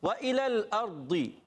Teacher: زبان کی کروٹ اور اوپر کی داڑوں کی جڑوں سے ادا ہوتا ہے · Term: ضاد کا مخرج